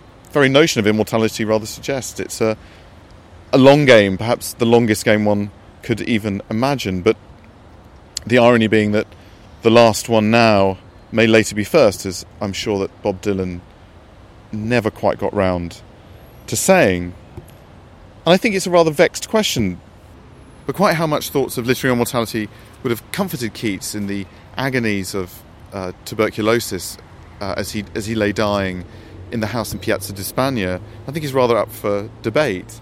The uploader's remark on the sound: Recorded in Rome’s Cimitero Acattolico. Recorded in 2014 beside the grave of John Keats.